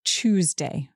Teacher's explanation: I say Tuesday with a ch sound at the beginning. And I think normally I say Tuesday with a t sound at the beginning.